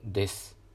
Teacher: ですとますの、えー、このすっていうのは、えー、うっていうのが聞こえづらくなって · Term: 母音の無声化